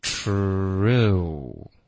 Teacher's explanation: 开头嘴唇会撅一点，方便发这个 R 的音，可是它中间会需要放松一次，然后再撅一次